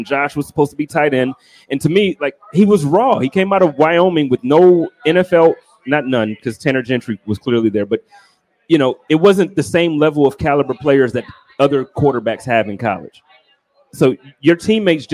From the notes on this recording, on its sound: HUMP DAY HOTLINE | LIVE AT O'NEILL'S. The Guys are out and about all around Buffalo including do a LIVE broadcast from O'Neill's Stadium Inn right across from Highmark Stadium.